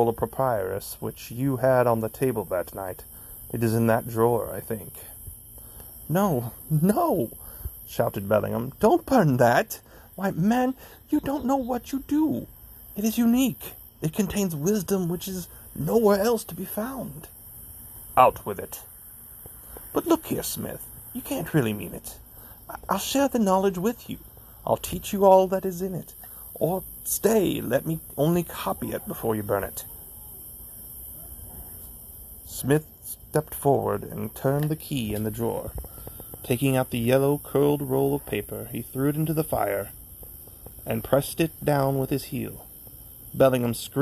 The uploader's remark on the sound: Tonight, I come to you from Yale Cemetery in Barton County, Missouri.